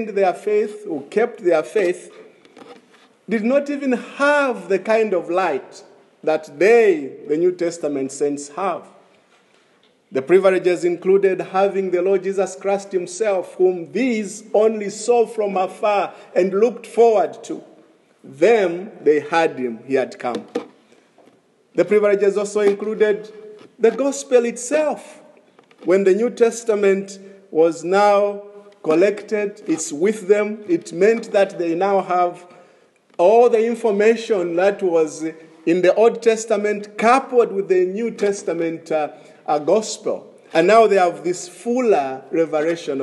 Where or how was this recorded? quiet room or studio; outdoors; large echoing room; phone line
large echoing room